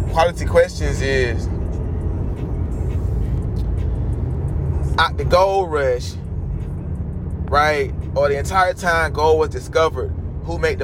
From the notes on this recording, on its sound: podcasting while driving